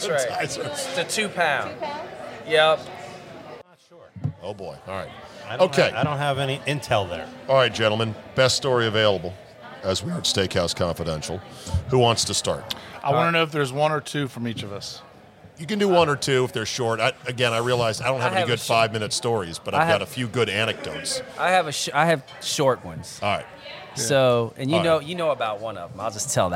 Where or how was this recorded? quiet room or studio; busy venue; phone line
busy venue